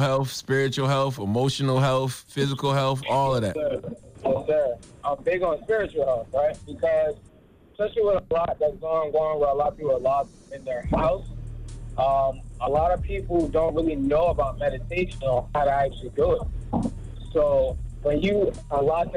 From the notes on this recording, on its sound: we opened up the phone lines